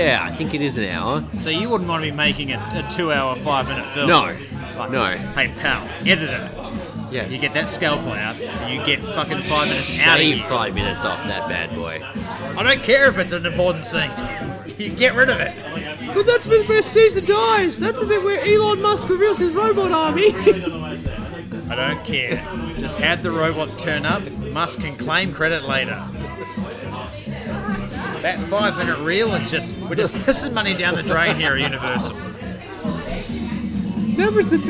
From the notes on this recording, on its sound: Coming to you live from the Bridge Road cardboard pop-up bar in Brunswick